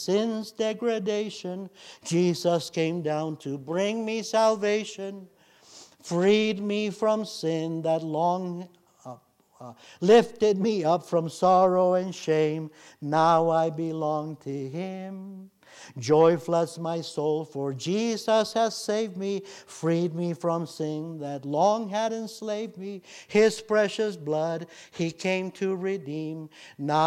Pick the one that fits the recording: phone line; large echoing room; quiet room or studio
large echoing room